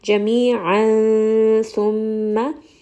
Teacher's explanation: جميعا ثم، this is going to be إخفاء، We see that there is that tanween followed by the letter tha. So we are going to hide this noon sound within the makhraj of the next letter.